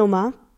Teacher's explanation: O is for oma, grandma, pronounced O. Like the Spanish O in todo. Pure. No drift.